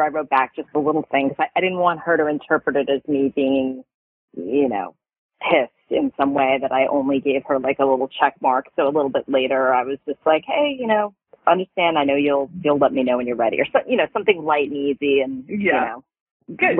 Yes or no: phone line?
yes